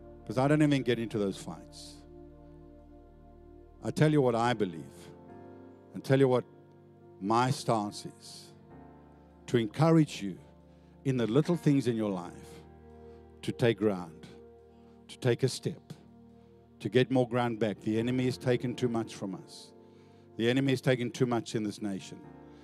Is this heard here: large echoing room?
yes